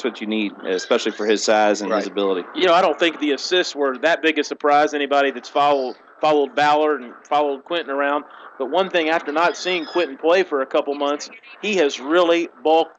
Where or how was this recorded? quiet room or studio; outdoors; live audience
outdoors